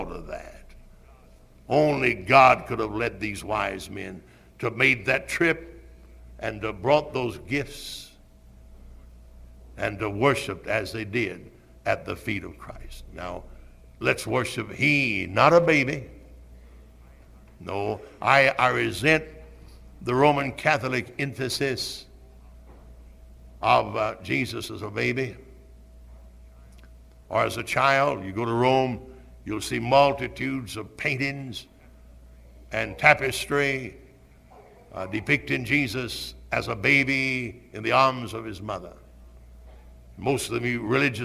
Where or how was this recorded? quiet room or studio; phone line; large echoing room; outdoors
large echoing room